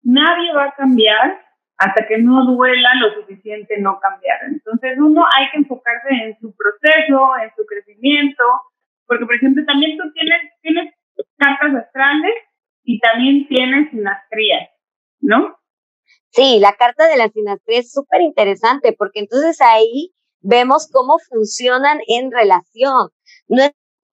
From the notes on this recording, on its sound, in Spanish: Gracias por tu paciencia con el audio.